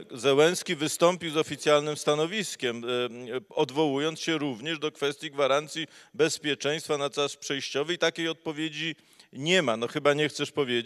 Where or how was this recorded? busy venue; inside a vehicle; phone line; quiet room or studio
busy venue